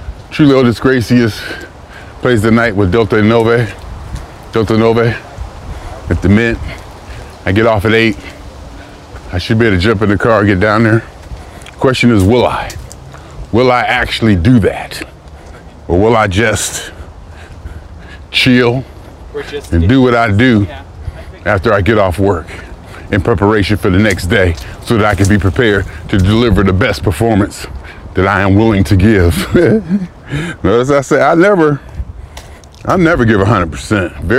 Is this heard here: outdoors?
yes